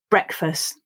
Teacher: You'll see that I don't pronounce that final T, but if you do, then it also practices the T sound.